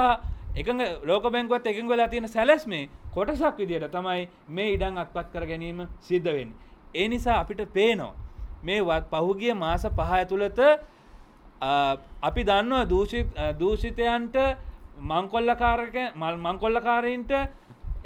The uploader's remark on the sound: Media Conference, Unedited. Colombo.